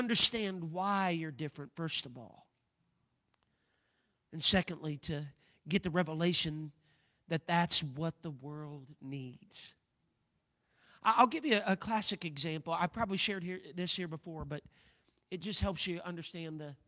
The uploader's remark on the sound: a service recording from Connect Point UPC